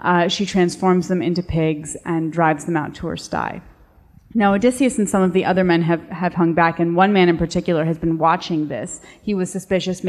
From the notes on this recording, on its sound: In this live episode of the Fiction/Non/Fiction podcast, recorded at the 2018 Miami Book Fair. In this live episode of the Fiction/Non/Fiction podcast, recorded at the 2018 Miami Book Fair.